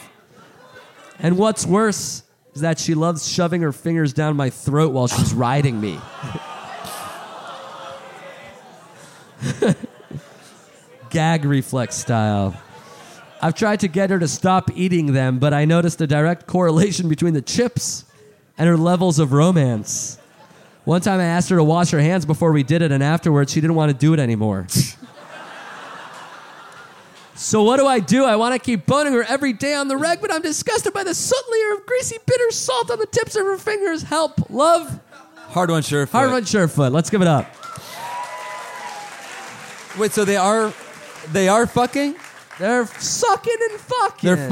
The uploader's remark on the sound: Live in Austin, TX! Live from SxSW.